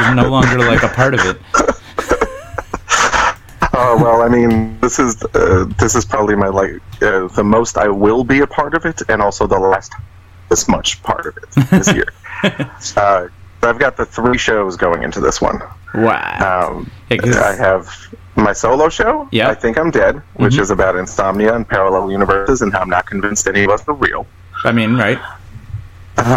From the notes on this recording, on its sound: On the phone from Orlando.